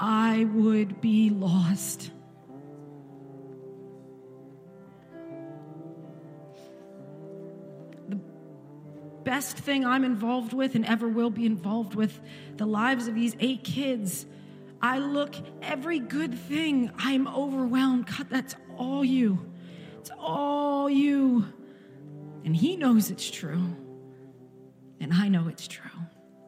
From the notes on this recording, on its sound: This recording is of the whole service.